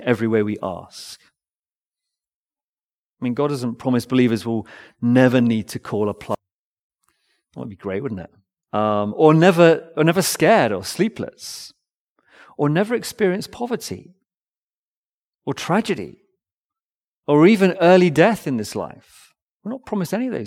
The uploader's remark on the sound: Recorded Live stream sermon from Binscombe Church (BWS) 18th February 2024